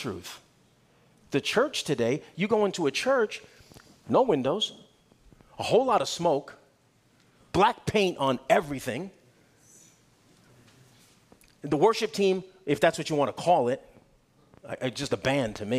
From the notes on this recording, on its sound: Guest teacher speaking at Calvary Chapel Clayton, NC on June 11, 2023.